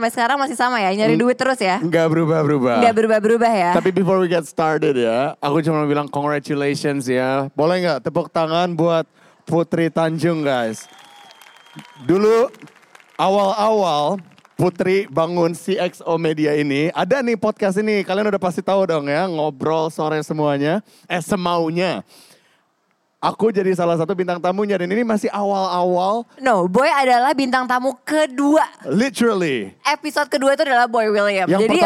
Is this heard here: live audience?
yes